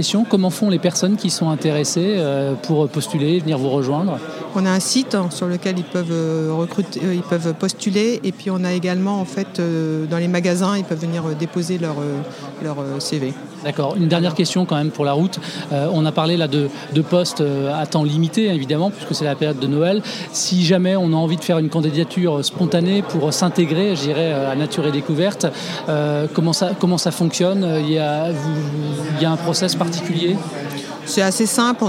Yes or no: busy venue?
yes